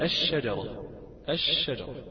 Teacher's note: أما اللام هي ساكنة ولكن هي سكنت في حال إدغامها في الشين فبقت الشجرة الشجرة بالضبط.